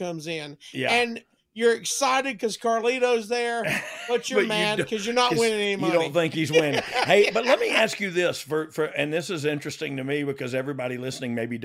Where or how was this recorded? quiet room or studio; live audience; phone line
quiet room or studio